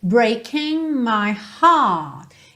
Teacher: os britânicos não têm aquele costume de enrolar a língua nos R's